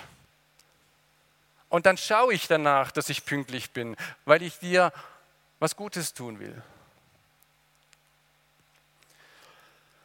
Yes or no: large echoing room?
yes